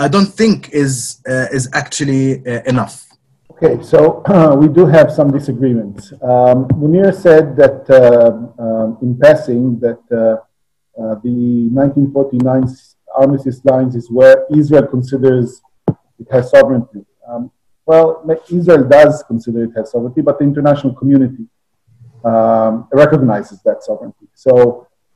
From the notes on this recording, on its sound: for organising this webinar and for permission to use the audio